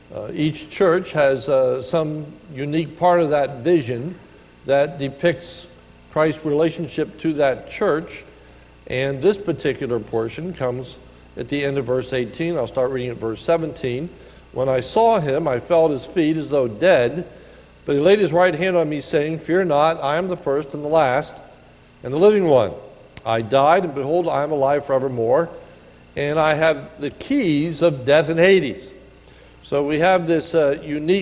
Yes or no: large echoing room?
yes